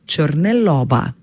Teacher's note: To pomeni, da pravopisno gledano nad črko O napišemo strešico. Torej O izgovorimo široko. · Pri izgovorjavi pa smo pazljivi pri samoglasniku O, ki je širok. To pomeni, da pravopisno gledano nad črko O napišemo strešico.